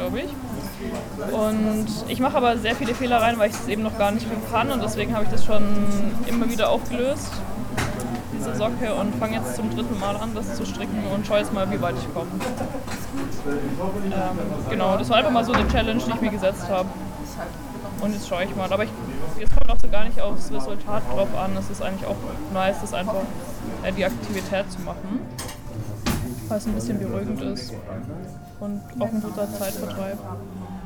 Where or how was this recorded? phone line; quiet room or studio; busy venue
busy venue